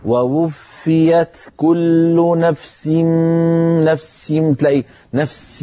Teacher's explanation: قد تطغى السين عليها فتصير الفاء وكأنها غير موجودة أو ضعيفة جدا